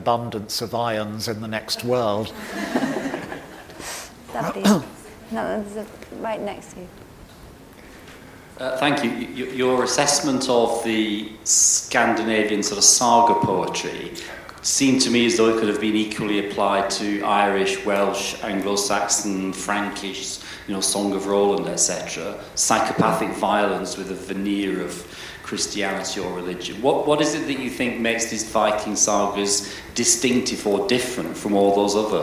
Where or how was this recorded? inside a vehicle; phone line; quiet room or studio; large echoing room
large echoing room